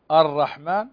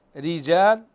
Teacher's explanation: في كلمة رجال، ري فنستفل باللسان، رجال ري، الرحمن مفخمة، رجال مرقق، تلاحظون الفرق الآن